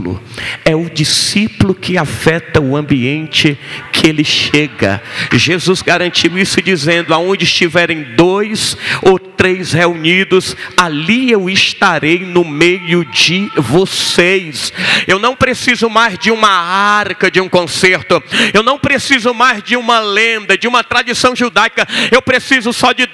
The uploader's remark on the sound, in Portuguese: Gravado dia 20/12 no Ministério Quero Viver em Fortaleza